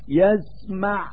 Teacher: فقف على حرف العين من كلمة يسمع، فقل يسمع بسكون العين، ثم انظر في صورة التلفظ بهذا الحرف لترى كيف لمس جهاز التكلم باب مخرج الحرف المجهور وهو العين، فستجد انحباس جري النفس واضحا